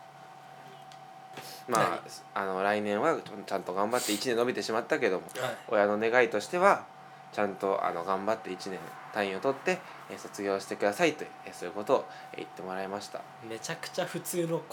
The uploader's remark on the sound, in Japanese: 今回は2人とも風邪気味ということで、鼻をすすりながらの収録です。